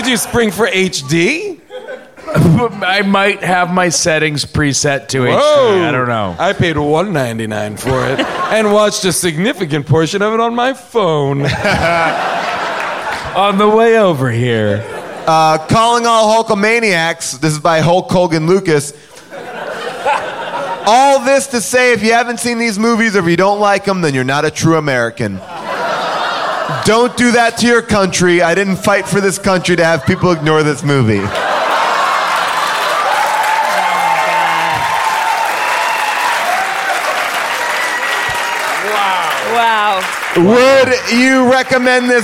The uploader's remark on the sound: Recorded LIVE at Largo in Los Angeles